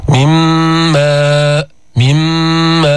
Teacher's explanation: أدغمنا النون في الميم، فلفظنا ميما مشددة مع الغنة